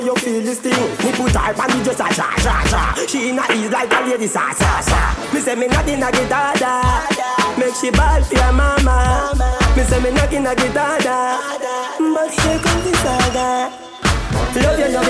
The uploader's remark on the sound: Set performed live during AFTERWORK : SWEET & CALIENTE